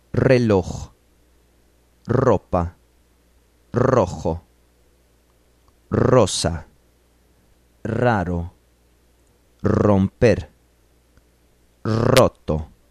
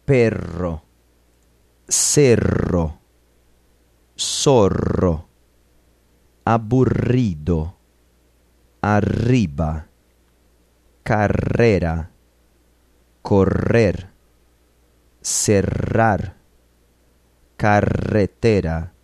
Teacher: The sound of initial R and the double R present some difficulty for English speakers because you have to trill your tongue and this doesn't happen in English.